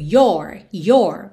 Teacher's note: É que você percebe que no your possessivo, é, especialmente no, no inglês americano, esse O é mais aberto.